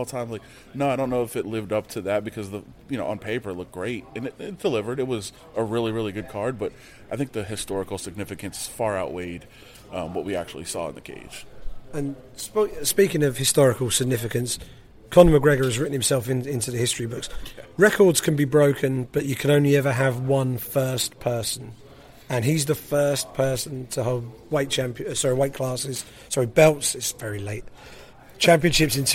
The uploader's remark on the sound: UFC 205 press room special. Who covered the fights from Octagonside, then the press conference backstage, before grabbing some of his press room buddies for some post-fight reaction in this Brit Pack special.